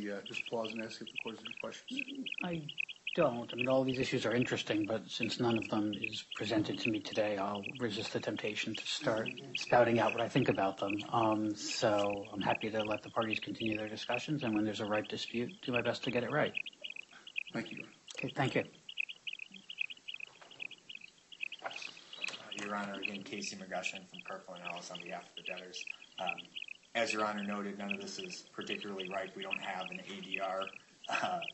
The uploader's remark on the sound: Audio of hearing held in the Yellow Corp. bankruptcy proceedings pending in Delaware. Sorry about the sound... The audio recording is the official court audio and was posted this way to the court's docket.